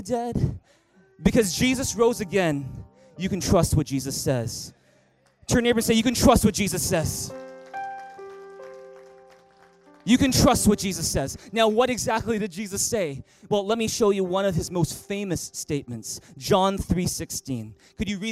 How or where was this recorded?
large echoing room